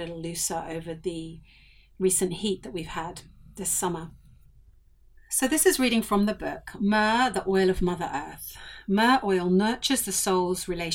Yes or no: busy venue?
no